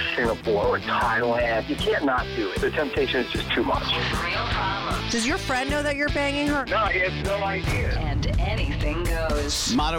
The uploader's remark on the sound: they called in to talk all about it